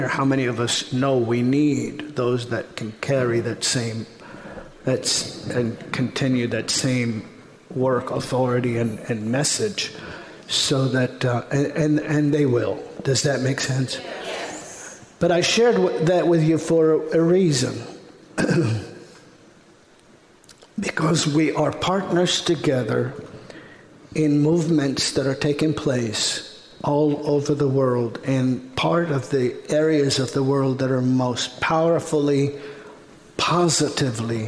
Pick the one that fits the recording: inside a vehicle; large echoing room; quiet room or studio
large echoing room